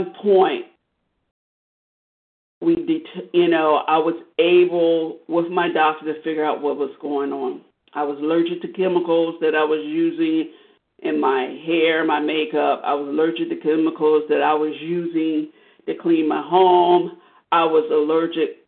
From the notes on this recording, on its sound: 100 Pounders Phone Meeting